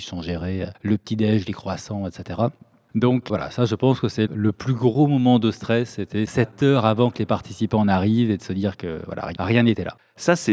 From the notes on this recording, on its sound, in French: Enregistré au CEME de Charleroi en marge de la Journée Agile. Dans cet épisode enregistré au CEME de Charleroi en marge de la Journée Agile. Dans un enregistrement spontané et riche en anecdotes.